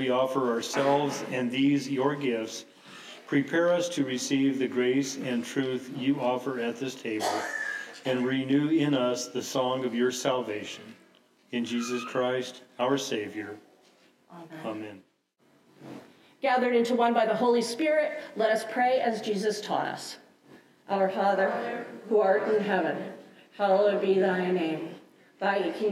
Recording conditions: large echoing room